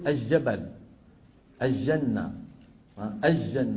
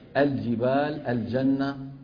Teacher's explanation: لام التعريف عند الجيم خاصة عند أمثالنا أهل الشام العامة غالبا بيجيبوها شمسية · Shown in: first take · Term: معاملة اللام الشمسية